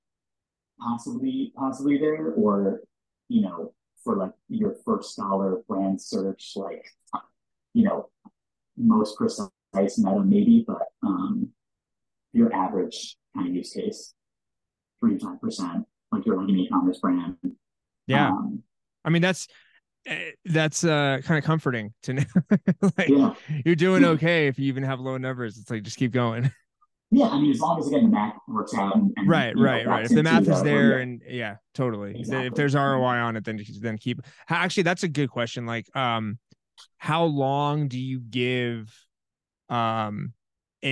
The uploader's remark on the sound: APOLOGIES ON THE AUDIO QUALITY